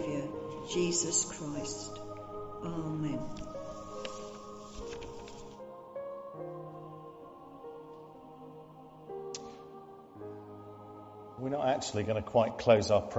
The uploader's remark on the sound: Recorded at the 10:00 service on Sunday 3rd April 2023 at All Saints Church, Malvern.